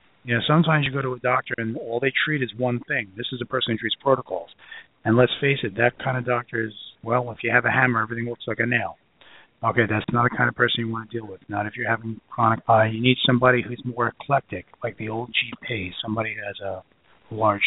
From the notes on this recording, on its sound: opens up the phone lines for a pure question and answer podcast